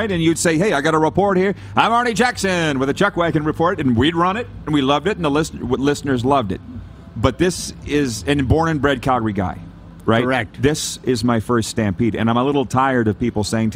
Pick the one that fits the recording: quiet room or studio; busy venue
busy venue